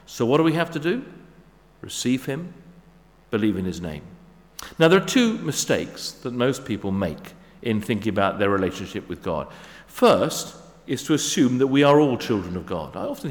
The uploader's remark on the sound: Sermon at St David's Moreton in Marsh